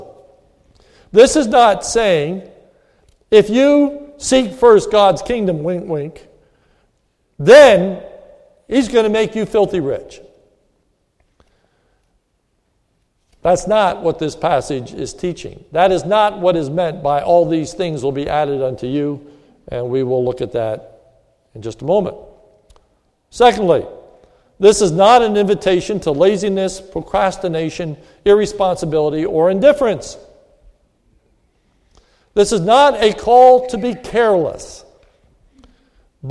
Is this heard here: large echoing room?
yes